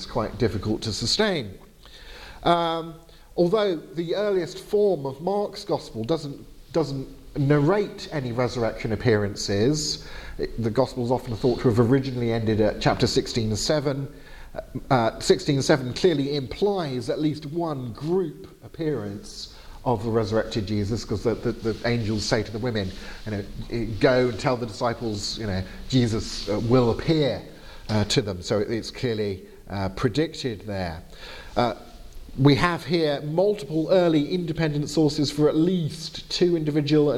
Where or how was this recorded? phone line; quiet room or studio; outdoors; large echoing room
large echoing room